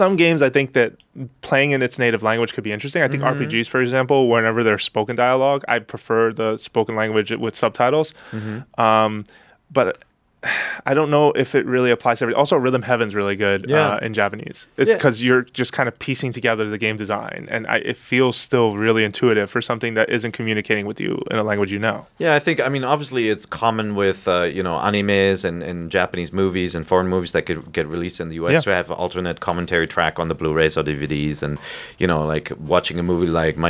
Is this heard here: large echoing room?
no